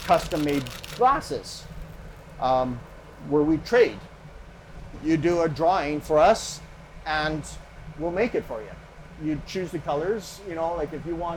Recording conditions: sounds in the background